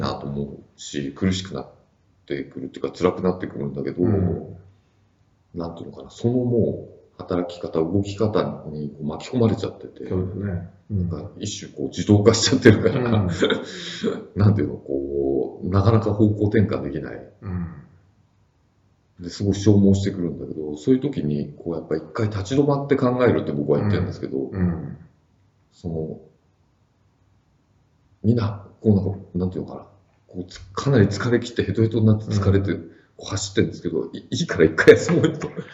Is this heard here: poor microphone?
yes